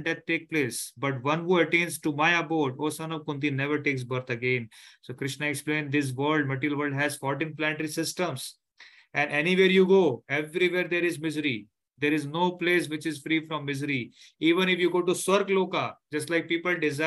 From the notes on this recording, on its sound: Zoom session